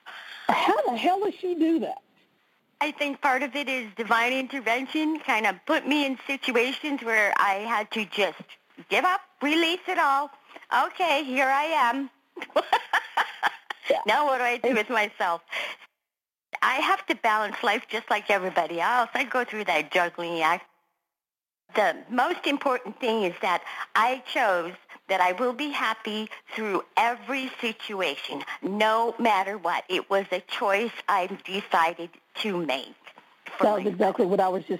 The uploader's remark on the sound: conference-call based classes